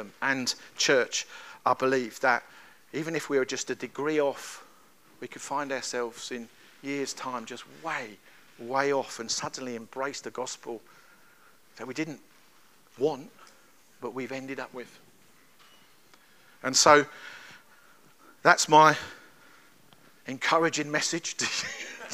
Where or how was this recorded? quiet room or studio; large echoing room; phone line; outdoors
large echoing room